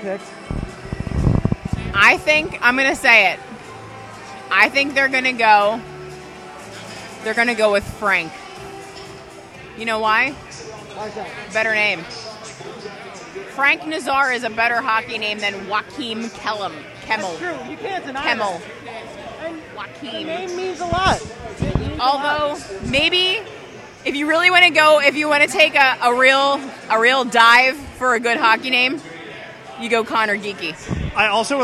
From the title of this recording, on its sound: Live(ish) from the 2022 Draft Party